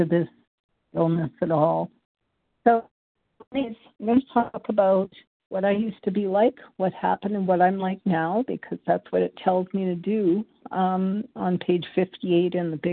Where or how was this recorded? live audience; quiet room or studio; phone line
phone line